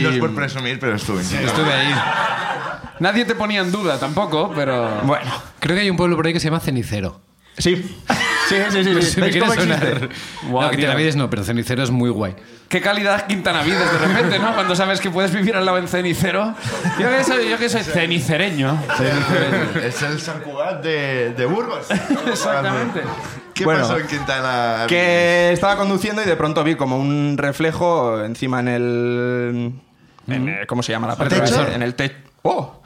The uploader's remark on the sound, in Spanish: El público nos cuenta